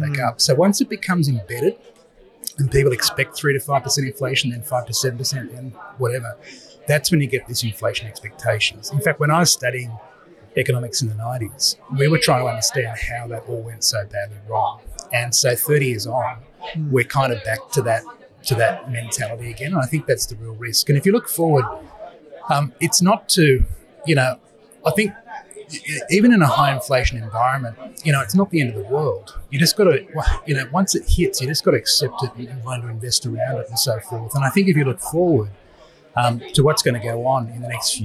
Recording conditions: background noise